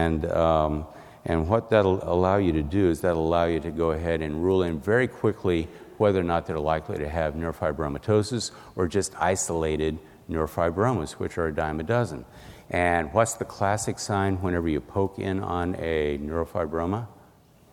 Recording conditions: busy venue